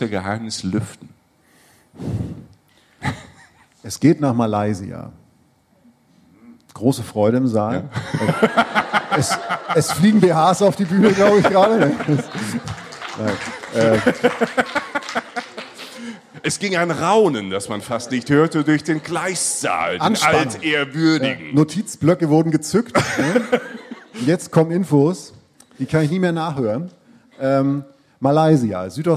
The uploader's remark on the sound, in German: Live aufgenommen auf unserer „Reisen Reisen – Der Podcast“-Tour in Berlin. Live aus Berlin!